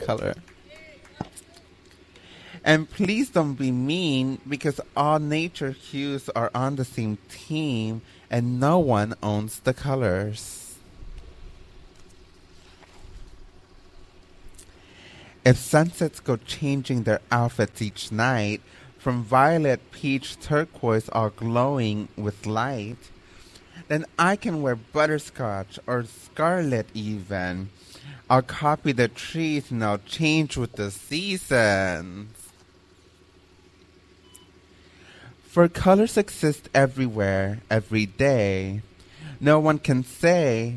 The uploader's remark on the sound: At the Bay Area Book Festival in Downtown Berkeley, Ca. We’ve recorded four readings along with short conversations with drag performers, authors, a publisher and a parent.